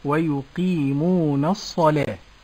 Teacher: فالنطق الصحيح بترقيق النون